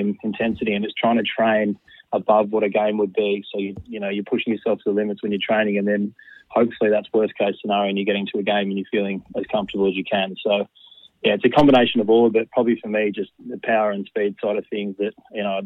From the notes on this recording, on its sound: Is in studio. Phones in mid-show.